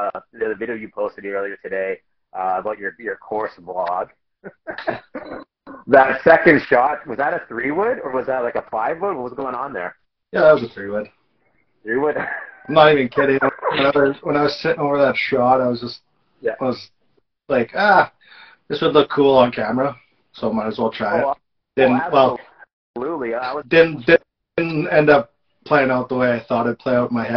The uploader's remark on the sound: Apologies for the not so stellar audio.